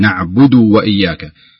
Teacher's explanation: انتبه يعني لتشديد الياء وانتبه للضمة الدال